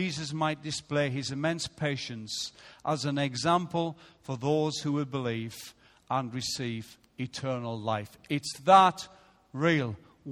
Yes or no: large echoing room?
yes